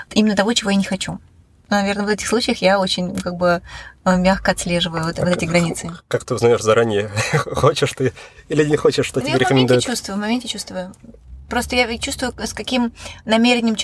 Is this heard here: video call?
no